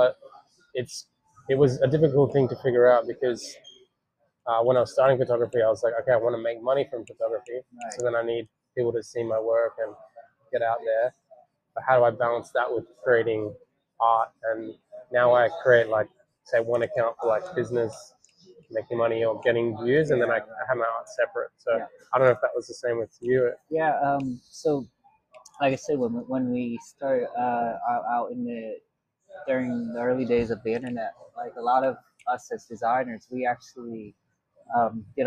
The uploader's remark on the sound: We recorded this in a coffee shop so I hope the audio is ok.